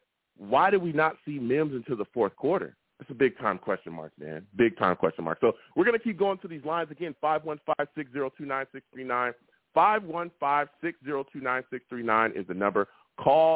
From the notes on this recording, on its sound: I also took live callers and they went wild!